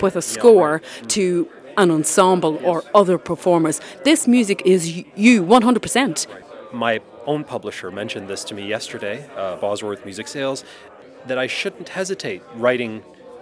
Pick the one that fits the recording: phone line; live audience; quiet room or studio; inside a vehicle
live audience